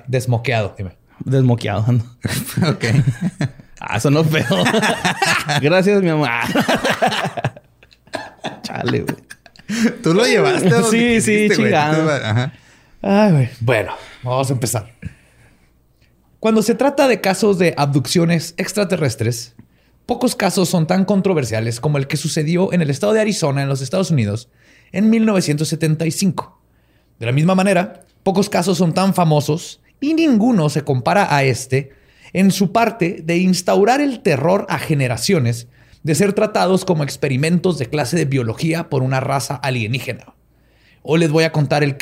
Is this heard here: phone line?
no